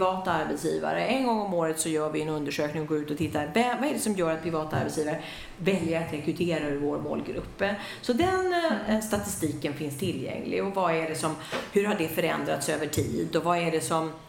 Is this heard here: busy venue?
yes